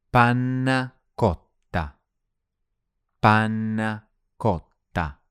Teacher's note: Can you hear how makes the double letters really long? The double N and the double T.